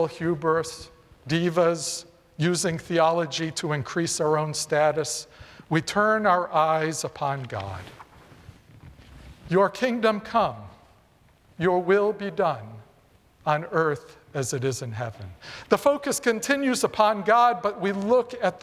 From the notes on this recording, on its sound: presented by Asbury Seminary Kentucky Chapel, recorded on Tuesday, September 5, 2023 at Asbury Theological Seminary's Kentucky campus